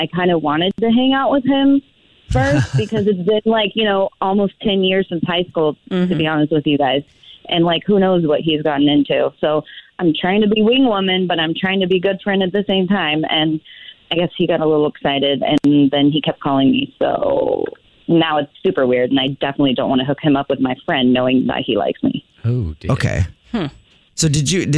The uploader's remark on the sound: We get that other person on the phone